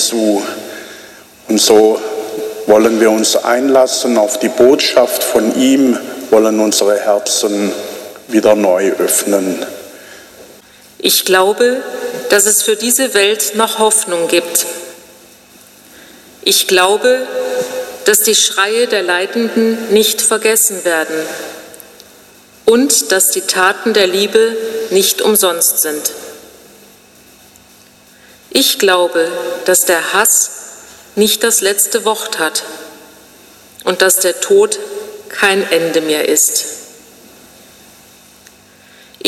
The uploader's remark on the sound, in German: Ausschnitte vom Gottesdienst 5. Sonntag im Jahreskreis B 2021 in Helmsheim.